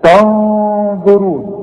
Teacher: وأنتم تنظرون، التاء برضو بعدها نون، نون بدون تشكيل هنغن، لأن بعدها الظ والظه من حروف الإخفاء